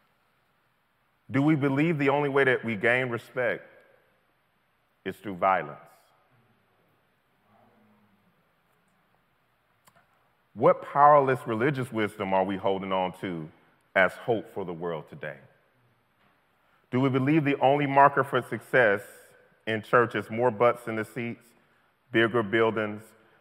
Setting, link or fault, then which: setting, large echoing room